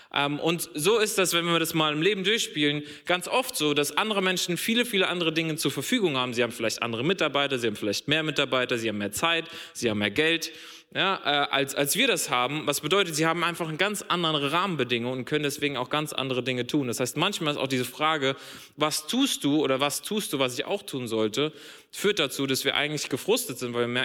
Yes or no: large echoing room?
yes